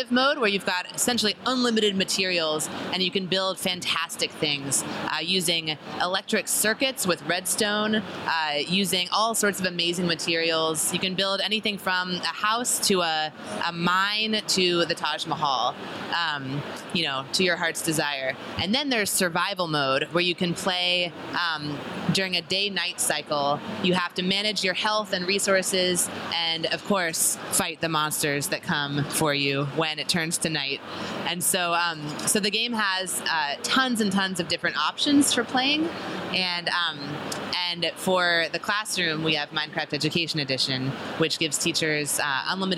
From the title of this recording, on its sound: LIVE from ISTE